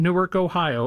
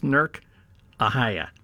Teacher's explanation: you have to drop the vowels, and it becomes pronounced Nurk · Shown in: second take · Nurk, Ohio, is how you say it back in Ohio.